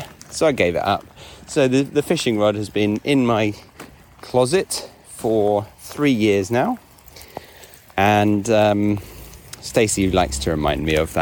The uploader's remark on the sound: takes you out of the sound booth and on a quick dog walk to try a new "authentic" style of recording